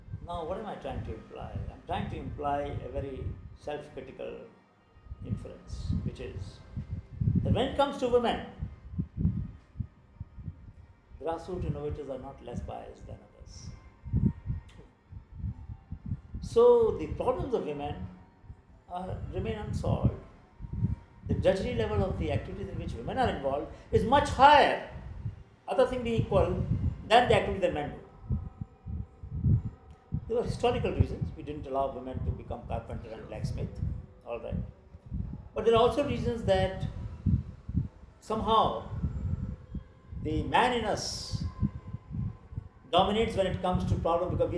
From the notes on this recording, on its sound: In this podcast, recorded in Ahmedabad in peak Navratri season (sorry about the background noise).